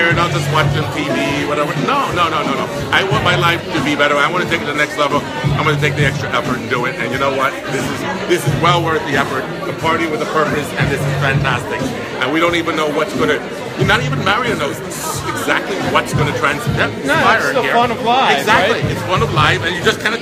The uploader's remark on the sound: Takes you on-scene for the pre-show event that includes a red carpet, networking, caricaturist, live band, wine tasting, photo booth, social media activity and more at Canary in New York City.